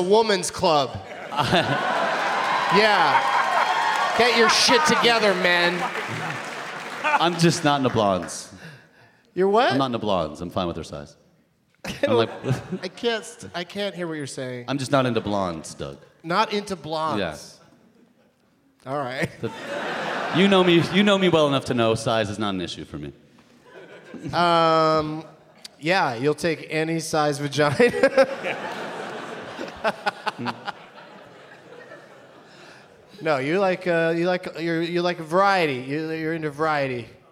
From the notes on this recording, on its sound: Live from the Woman's Club of Minneapolis.